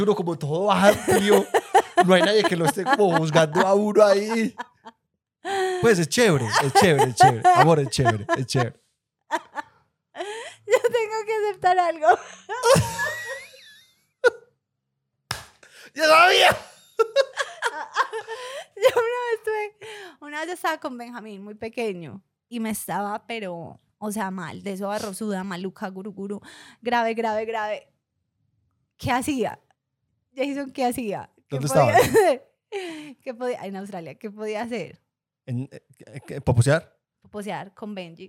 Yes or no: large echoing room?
no